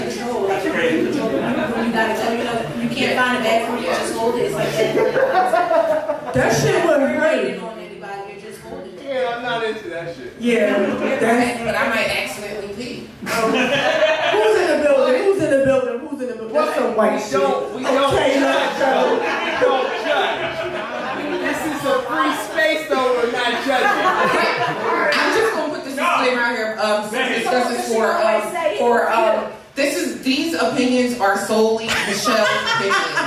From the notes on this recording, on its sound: We go live each month with a live audience at DripsxFashion in Absecon NJ.